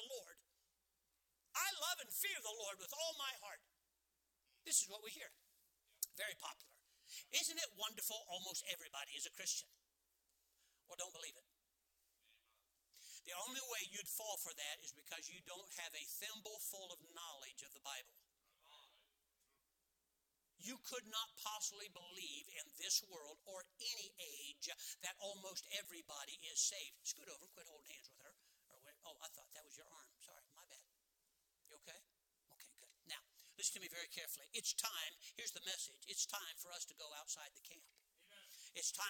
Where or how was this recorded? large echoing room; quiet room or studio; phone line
large echoing room